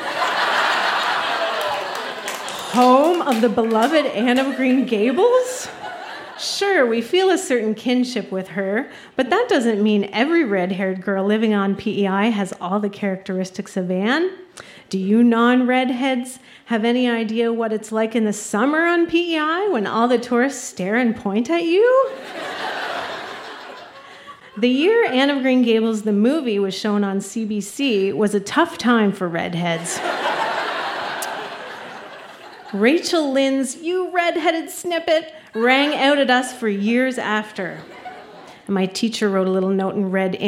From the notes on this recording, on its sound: Recorded live at The Guild in Charlottetown, PE.